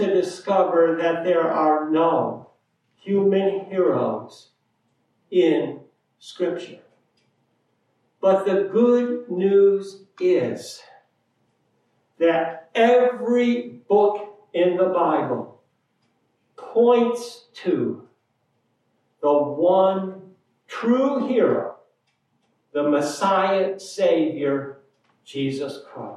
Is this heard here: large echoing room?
yes